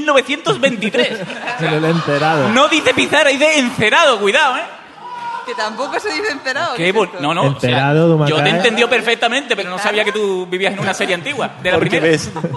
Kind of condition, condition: setting, live audience